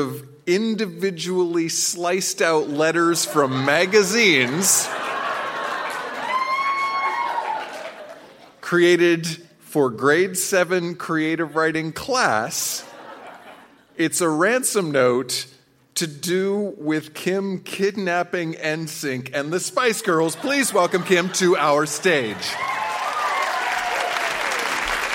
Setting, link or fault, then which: setting, live audience